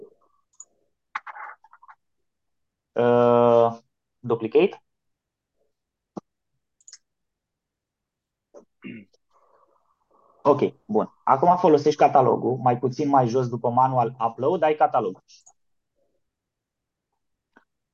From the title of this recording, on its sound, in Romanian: Conferinta Zoom Saptamanala EcomSchool